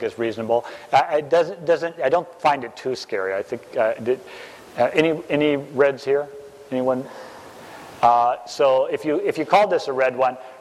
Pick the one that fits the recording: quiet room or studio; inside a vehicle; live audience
live audience